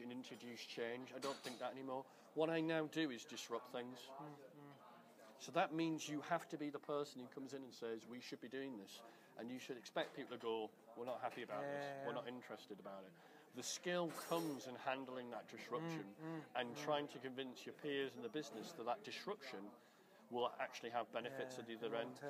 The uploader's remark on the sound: recorded at the Melbourne VMUG